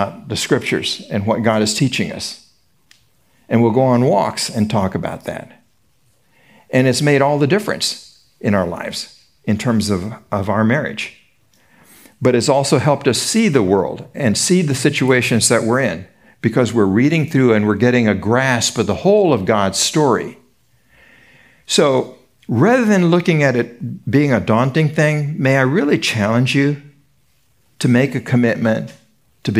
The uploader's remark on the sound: Recorded at Seabreeze Church